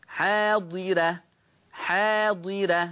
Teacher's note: دي راء مرققة، لأن الراء مفتوحة وقبلها كسر أصلي وبرضه متصل